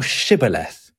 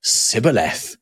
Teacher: they would struggle to say the sh in shibboleth because their version of the word was sibboleth · Term: the sh sound